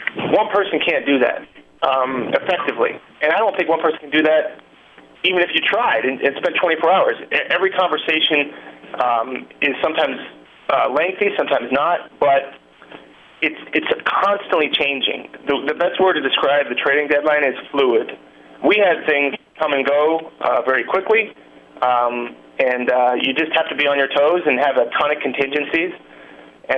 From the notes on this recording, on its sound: Conference Call.